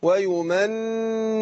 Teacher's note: النون مشددة هتاخد غنة حركتين